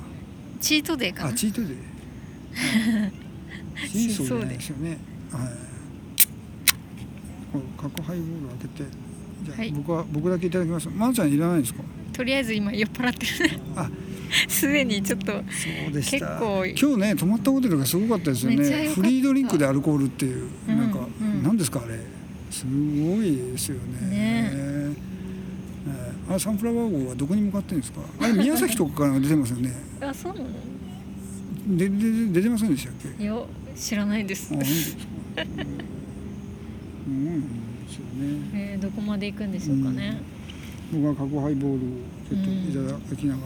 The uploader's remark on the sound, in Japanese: 今回、僕らは別府で一泊して大分市に向かうのですが、夕暮れ海岸沿いの公園はあまりにも素晴らしかったので、ついここでバイノーラルで収録することにしました。空間をきちんと感じて、受け取って、音楽もなく、マイクを立てたら、ただ10分間の他愛もない話。